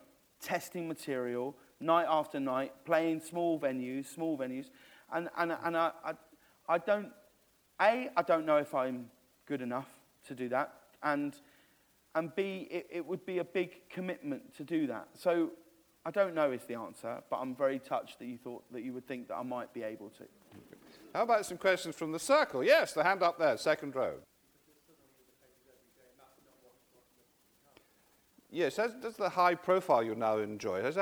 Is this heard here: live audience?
yes